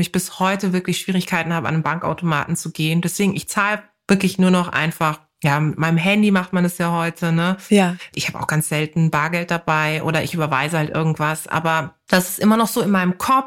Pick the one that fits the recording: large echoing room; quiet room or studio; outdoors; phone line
quiet room or studio